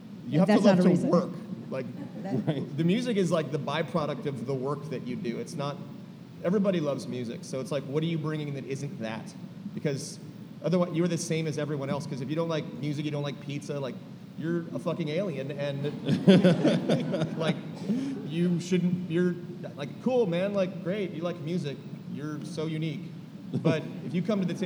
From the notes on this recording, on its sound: In a live panel recorded at Chicago Athletic Association Hotel, four music festival come together.